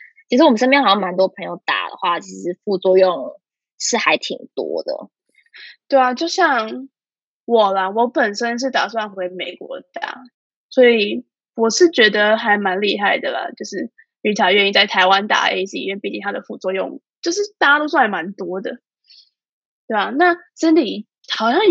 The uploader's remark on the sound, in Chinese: 本集因以線上錄製，音質不穩請見諒